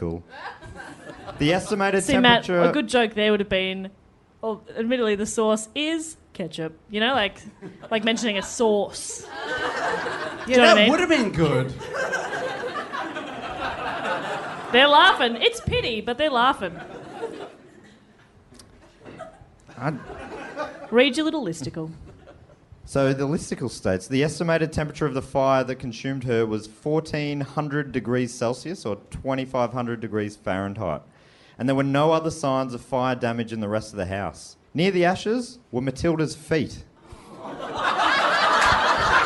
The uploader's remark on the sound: This year's Christmas Special was recorded live in Brisbane.